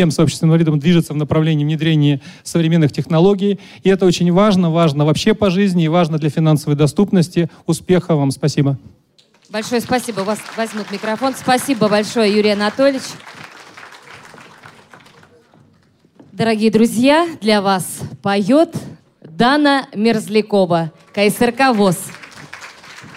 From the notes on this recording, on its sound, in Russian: Аудиозапись торжественной церемонии открытия мероприятия. Аудиозапись торжественной церемонии открытия Международного образовательного реабилитационного форума ВОС «Интеграция 2018».